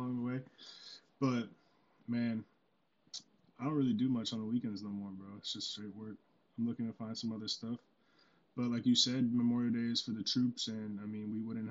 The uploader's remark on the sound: AUDIO IMPROVES AT THE 13:00 MIN MARK. RANDOM IG LIVE.